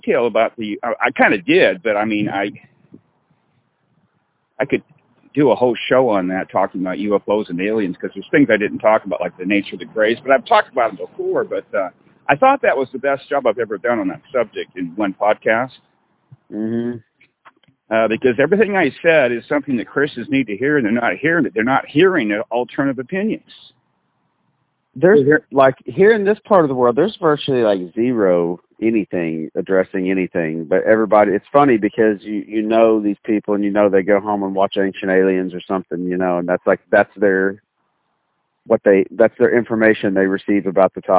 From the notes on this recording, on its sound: Walking around under the hot sun and pacing back and forth in a local park while receiving strange looks from "normal" people.